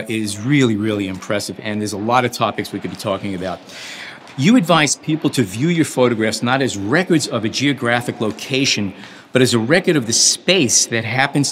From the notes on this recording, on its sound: We took our mics to the Robert Mann Gallery , in New York. We took our mics to the Robert Mann Gallery , in New York.